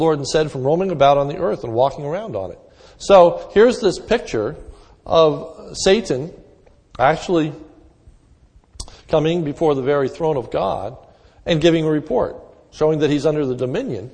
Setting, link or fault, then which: setting, large echoing room